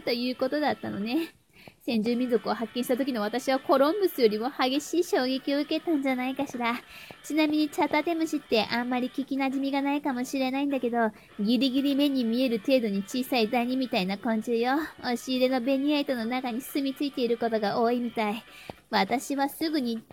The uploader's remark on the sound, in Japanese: 充電しながら収録したら ジャックがかぱかぱ動いてて 雑音が凄いみたい 五年前の私のスマホは 驚くぐらい雑音を拾うわ。